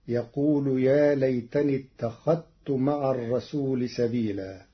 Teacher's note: قرأ ورش كلمة اتخذت بإدغام الذال في التاء حيث إنهما متقاربان صغير وحكمه جواز الإدغام فتصير: يقول يا ليتني اتخذت مع الرسول سبيلا.